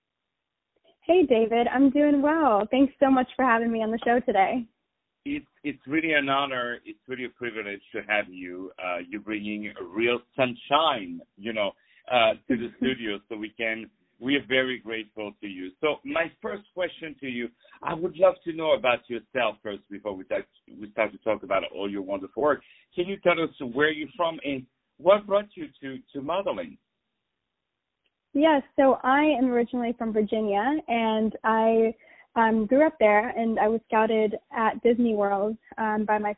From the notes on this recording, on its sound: On the phone